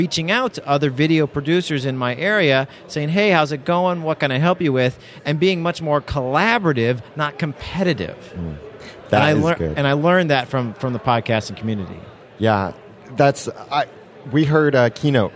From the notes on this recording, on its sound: Recorded live at Podcast Movement 2015.